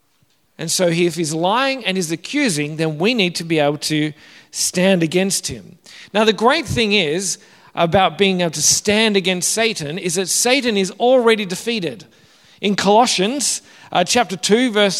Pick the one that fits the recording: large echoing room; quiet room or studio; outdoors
large echoing room